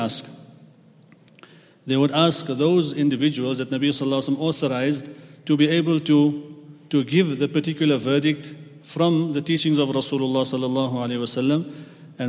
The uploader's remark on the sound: at the Houghton Masjid (West Street)